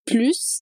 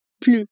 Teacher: quando o plus estiver numa frase negativa, em uma negação, a gente não vai pronunciar o S · Shown in: second take · A gente vai dizer plus, como no exemplo, je ne bois plus d'alcool.